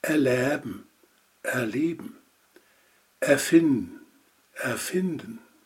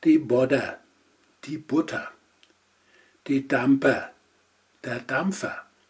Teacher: Die Verbindung eines kurzen E mit einem R wird lautlich in einem einfachen Vokal verändert, das heißt zu einem Laut, der je nach Region entweder als E, schwaches A oder Ä ausgesprochen wird.